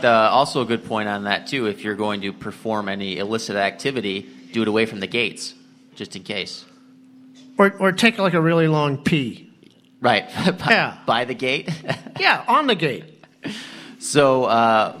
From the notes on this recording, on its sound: Live from Hood River! We thought it might be fun to record the show live, in front of an audience, and what better audience to do that with than the attendees at this years’ Rally in the Gorge. We interview the attending vendors.